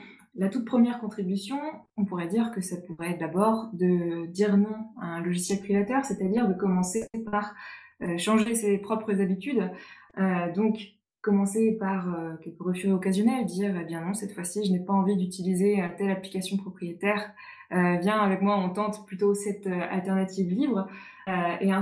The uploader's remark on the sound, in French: Émission enregistrée le 11 juin 2020 sur Mumble. Sur Mumble, dans le salon La voix est libre du serveur de Picasoft.